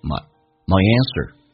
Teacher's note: My 双元近似于发单元音，变成 myanswer